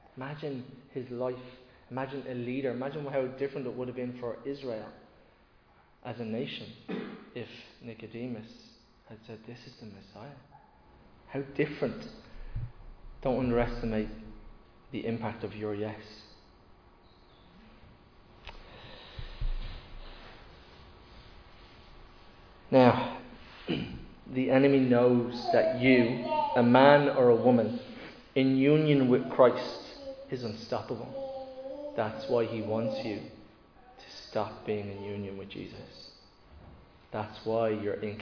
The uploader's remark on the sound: Recorded live in Liberty Church on 22 May 2022